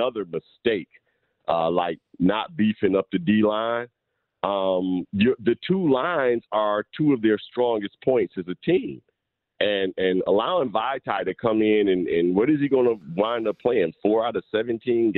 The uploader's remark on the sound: Lions fans call in.